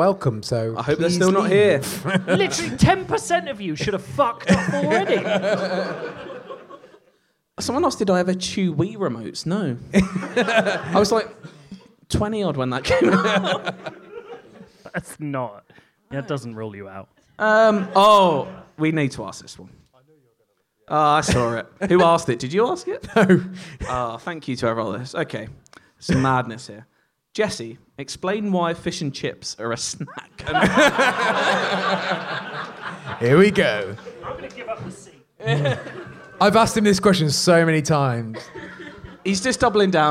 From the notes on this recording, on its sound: A lovely live audience for a special episode of the podcast.